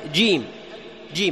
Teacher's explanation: أجي جيم، جيم، هل تقول شيم؟ هل تخرج نفس الجيم؟ الجواب لا، لأنه حرف مجهور